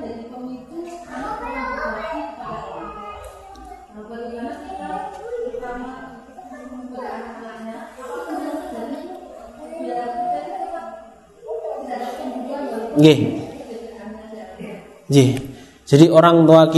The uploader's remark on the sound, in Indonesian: Rekaman Kajian Majelis Pengajian Islam Kitab Riyadhus Shalihin. Di Masjid Al Hidayah Druwo, Sewon, Bantul rutin setiap hari Rabu selepas sholat magrib sampai dengan isya yang diselenggarakan oleh FKAM Yogyakarta dan Takmir Masjid Al Hidayah Druwo.